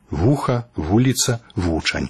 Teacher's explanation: Так, перад галосным гукам «і», калі ён пад націскам, у нас развіваецца прыстаўны «й» альбо «йот». Падобна як перад «у» прыстаўны «в»